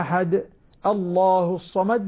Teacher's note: أما إذا بدي أقف عليها أحد الله الصمد، لما قلت الله الصمد هنا فخمت لام لفظ الجلالة، تمت غلظت اللام لأن قبلها همزة مفتوحة